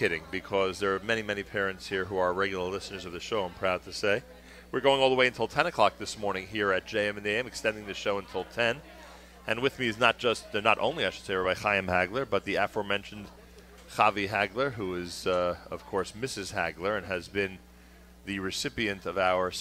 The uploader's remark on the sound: Live from Yeshivat Noam Yom Ruach